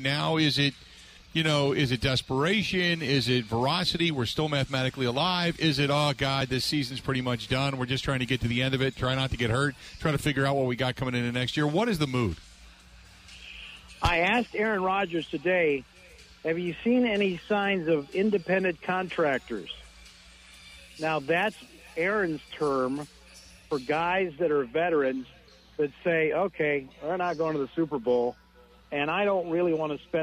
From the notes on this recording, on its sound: live from The Mecca in the Deer District